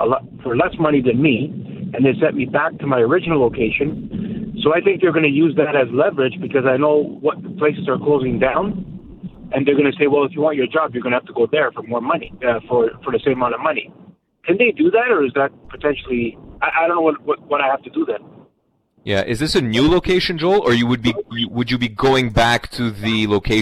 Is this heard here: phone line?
yes